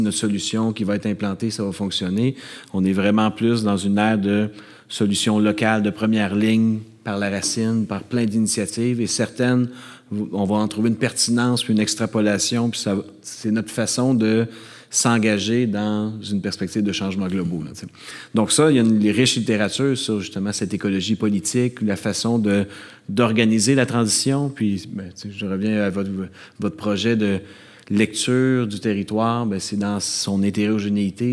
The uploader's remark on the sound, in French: Cet épisode a été enregistré devant public aux Jardins de Métis dans le cadre de l’École d’été de la Faculté d’aménagement de l’Université de Montréal.